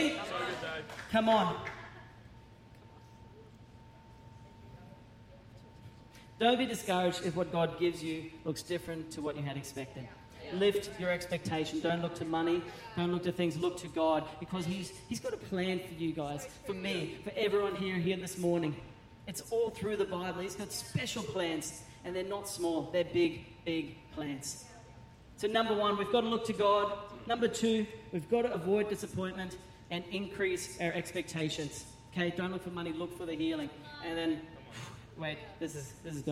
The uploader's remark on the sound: Recorded during our 9am service on Sunday, the 21st of January 2024